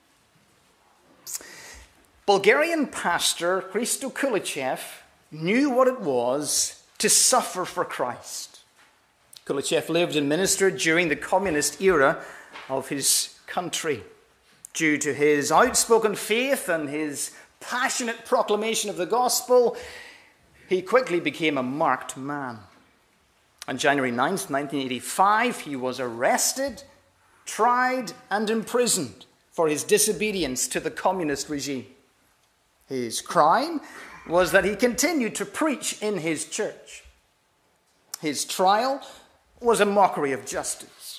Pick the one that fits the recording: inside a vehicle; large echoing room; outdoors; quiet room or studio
large echoing room